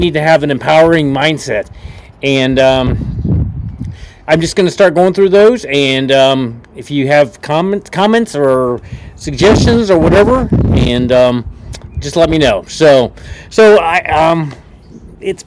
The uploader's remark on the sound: Was a Pop Up Podcast so I apologize for the wind noise! You know I live in Nebraska where the wind seems to blow every day!